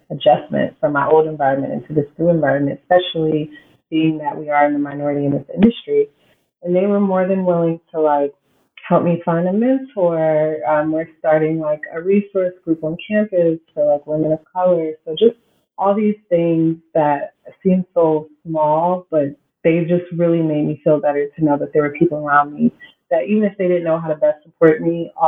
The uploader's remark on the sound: The audio turned out a little rough for this episode